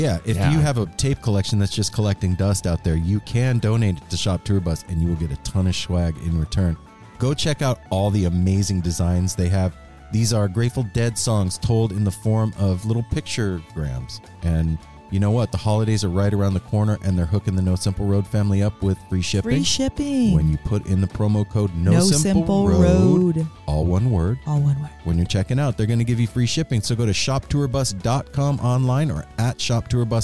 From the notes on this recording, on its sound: We're back live from the lot at Dick's.